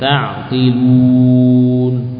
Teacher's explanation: Kalau seorang baca begini, ta'qilun, dia sudah menyempurnakan harokat dhammah pada lam